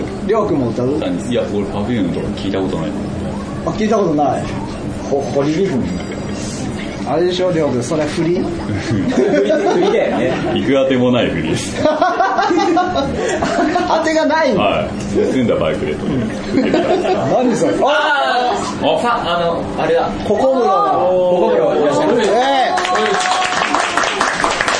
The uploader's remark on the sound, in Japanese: ポッドキャスト1周年を記念して開催された公開録音第1部。おなじみのゲストがカラオケ大熱唱！